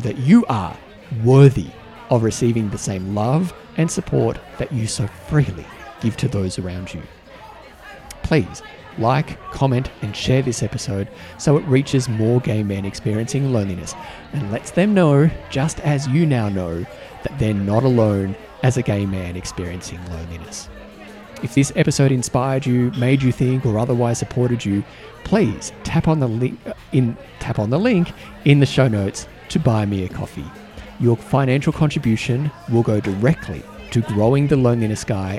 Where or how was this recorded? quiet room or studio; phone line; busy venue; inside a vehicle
busy venue